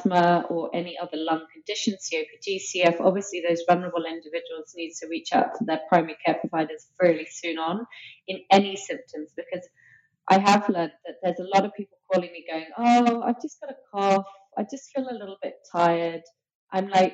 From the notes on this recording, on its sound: We apologize in advance for the less-than-ideal audio quality.